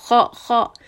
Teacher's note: It is a mouthful, back of the tongue raised kind of sound. · Term: heavy letter